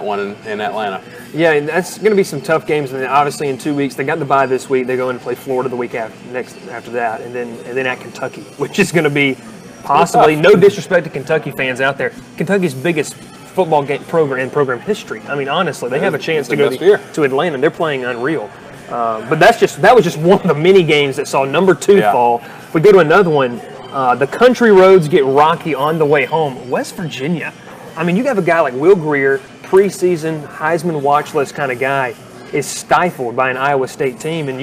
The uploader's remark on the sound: Live from Moe's BBQ in Rome, GA